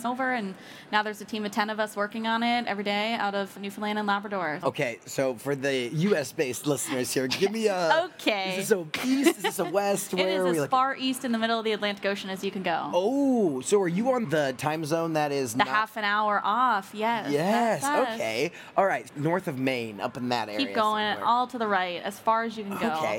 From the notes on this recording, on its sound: This conversation took place at Rally, the Largest Global Cross-Sector Innovation Conference.